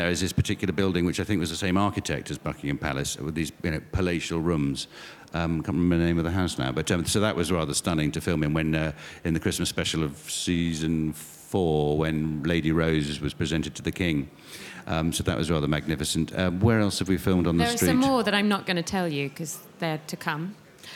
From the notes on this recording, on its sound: at the Apple Store, Covent Garden in London